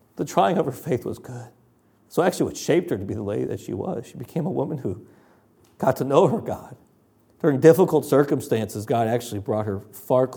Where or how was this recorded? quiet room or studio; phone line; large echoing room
large echoing room